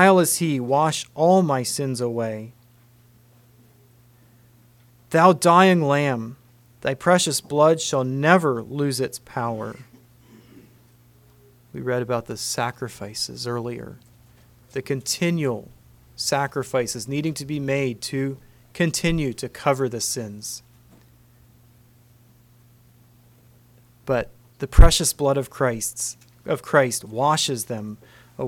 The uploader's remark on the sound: Message preached at Word of Hope